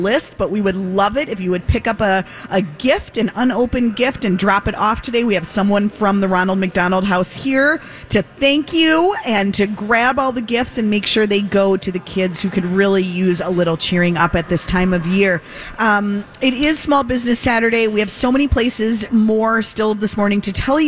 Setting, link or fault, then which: setting, busy venue